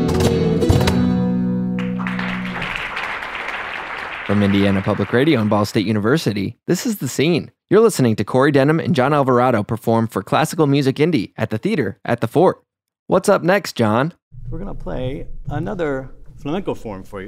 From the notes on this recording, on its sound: We recorded this performance at the Theater at the Fort in Indianapolis as a part of Classical Music Indy.